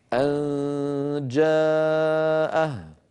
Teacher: المثال الذي بعده حرف الجيم، أن جاءه، طبعا الجيم من وسط اللسان كما مر معنا، فأنت أنتقل من مخرج الهمزة إلى مخرج الجيم من غير إغلاق له